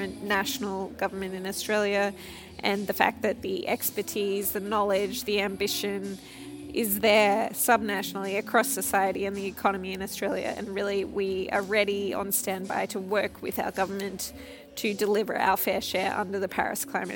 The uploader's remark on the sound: Climate Bites' from Week 1 of COP26. Prior guests to the show bring listeners updates live from the corridors of COP26 in Glasgow.